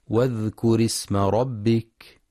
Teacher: ينتبه القارئ لهمزة الوصل، فهي تسقط في درج الكلام، فلا يقرأ واذكر اسم بإظهار الهمزة، والصواب واذكر اسم ربك.